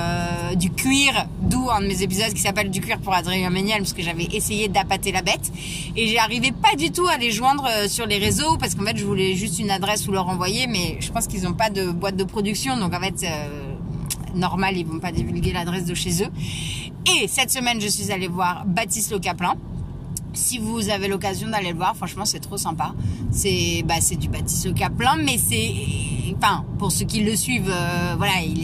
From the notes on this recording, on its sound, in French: Episode en direct de ma voiture, pour vous partager la joie d'une grande nouvelle. Le tout avec des bruits de clignotants et le stress du périph !